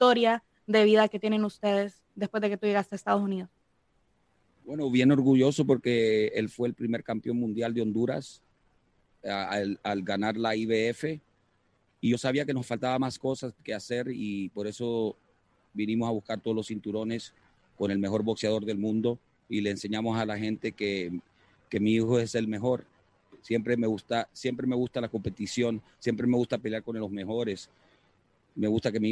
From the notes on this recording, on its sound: Post fight Press Conference